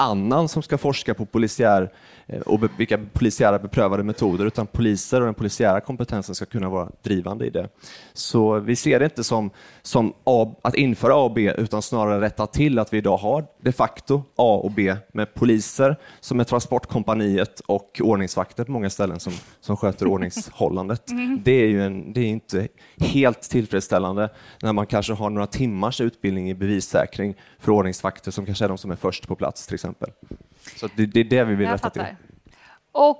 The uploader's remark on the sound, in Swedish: live från öjn och Almedalen